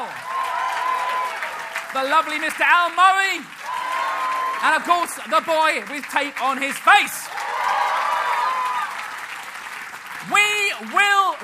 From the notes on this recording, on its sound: Live from the Leicester Square Theatre. A little taste of what goes on at the monthly live show.